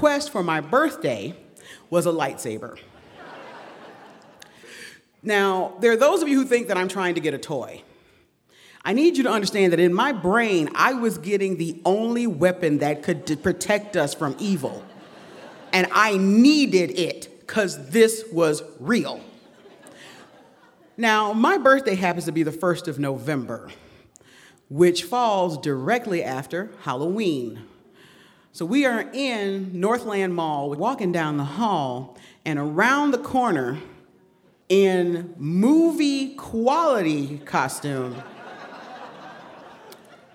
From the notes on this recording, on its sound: A special live edition of The Moth, brought to you from the Victoria Theater in Dayton, Ohio.